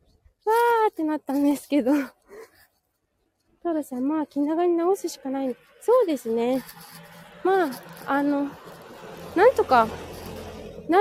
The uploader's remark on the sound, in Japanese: 舞踏WS参加直後終電逃し帰り道を歩きながら。